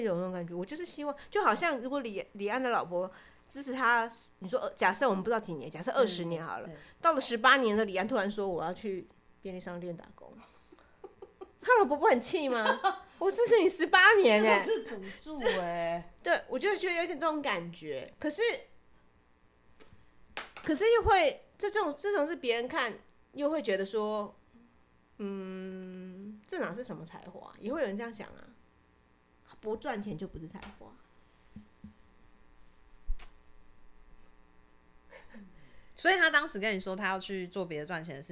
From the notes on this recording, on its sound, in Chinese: 所以前幾天兩位好友來家裡住幾天，晚上喝酒閒聊，即使只有一隻麥克風，導致收音效果忽大忽小，但實在太有趣了依舊決定開錄！